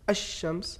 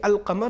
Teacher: لام کو تلفظ نہیں کریں گے بلکہ صرف شین کا تلفظ ہوگا تشدید کے ساتھ · Shown in: first take · تو یہ ادغام متقاربین کہلائے گا.